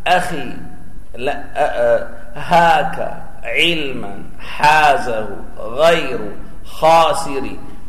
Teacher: من الحلق، لا علاقة للسان بها · Term: حروف الإظهار